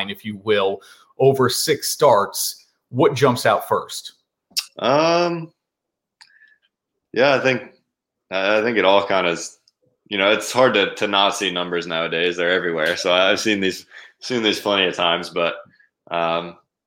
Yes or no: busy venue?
no